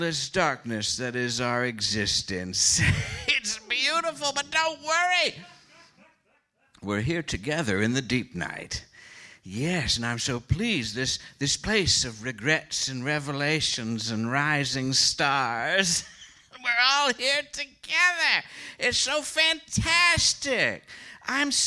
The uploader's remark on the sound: A special live episode direct from the Deep Night. Recorded in front of a mostly awake audience at The Slipper Room in New York City.